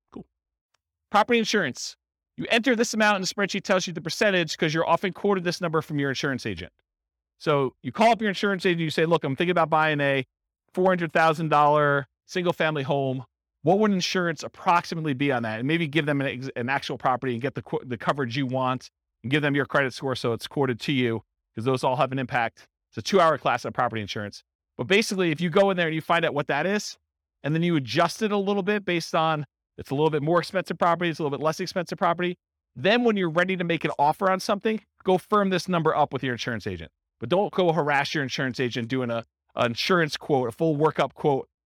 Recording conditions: live audience